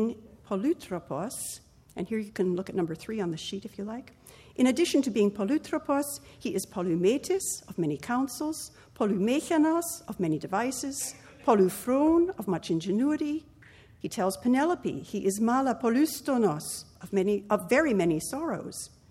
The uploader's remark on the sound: Recording of a lecture delivered on September 22, 2017. As part of the Formal Lecture Series.